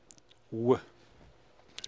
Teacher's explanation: while the lips are rounding for W, the back of the tongue is forming a velar approximant, rather like V in Icelandic no W. · Term: bilabial approximant